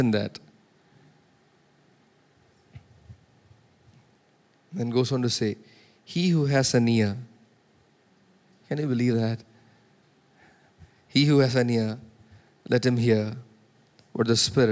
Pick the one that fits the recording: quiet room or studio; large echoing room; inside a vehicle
large echoing room